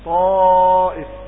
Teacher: أعلى مراتب الاستعلاء هي الطاء، مثل الطاء حرف الاستعلاء المفتوح بعده ألف